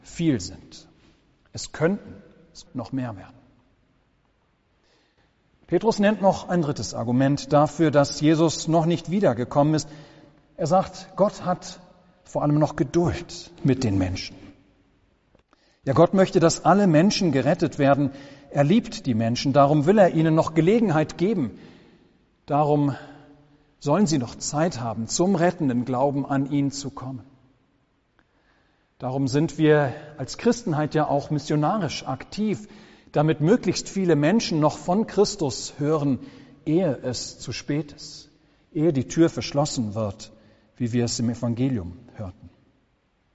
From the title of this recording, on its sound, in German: Gottesdienst